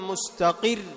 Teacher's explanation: لاحظ الراء في مستقر ومستمر، ايش تعطيها؟ شيء من النبر. لماذا؟ لأنه مشدد.